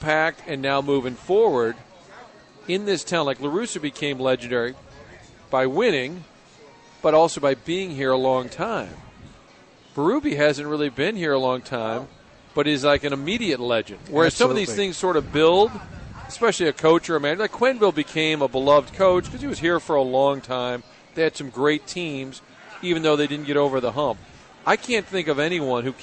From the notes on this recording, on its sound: Broadcasting live from Schnucks off S. Grand.